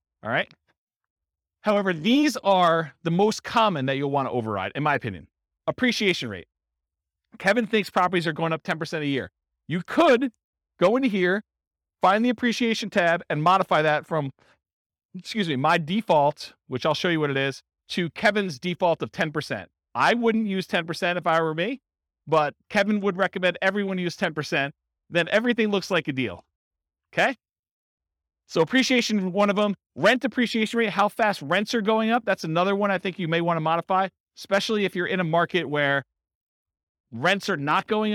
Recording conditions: live audience